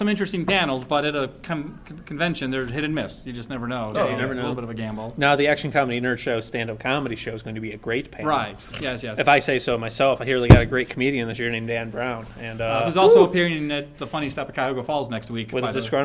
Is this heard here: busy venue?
yes